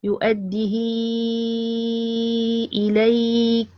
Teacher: إذن هنا تكون صلة نمدها بصلة كبرى، يؤديه إليك، من هذه هي الموضع الأول.